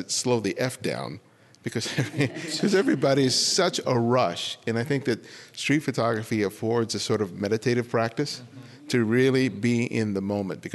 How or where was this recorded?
live audience